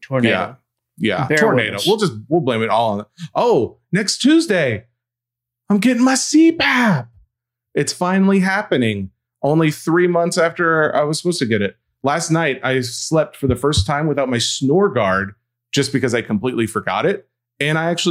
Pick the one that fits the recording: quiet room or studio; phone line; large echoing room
quiet room or studio